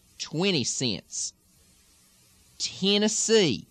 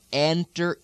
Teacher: Because that mouth is closed up, especially when the sound eh is followed by an N or an M, it can sometimes change it to an I with the lilt. · Shown in: first take